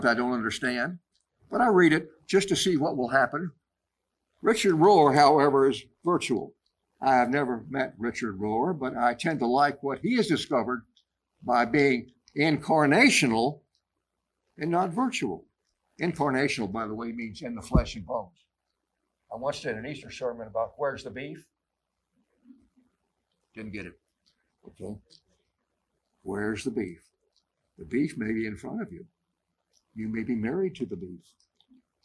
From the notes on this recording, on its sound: live recording from our church in San Jose, California